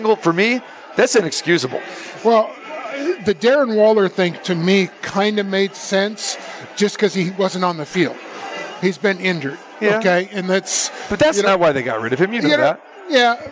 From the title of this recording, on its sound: Live from the Super Book at Westgate Las Vegas